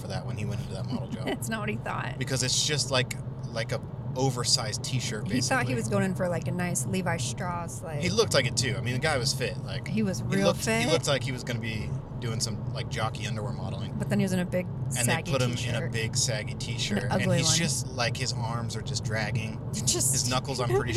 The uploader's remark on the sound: (carcast). We broke out the new equipment and made a carcast! Come join us as we travel across Washington state.